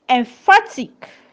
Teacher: Emphatic is stressed on the second syllable, fa.